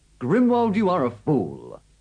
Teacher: They have all got falling tunes.